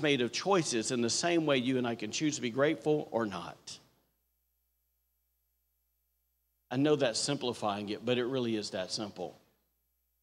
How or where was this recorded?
large echoing room